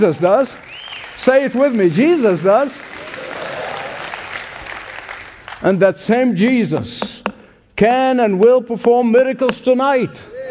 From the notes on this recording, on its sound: Radio Special: Hope Ireland: Dublin. Originally broadcast LIVE from The Convention Centre in Dublin, Ireland. This Evangelistic Celebration features Gospel worship with special musical guests.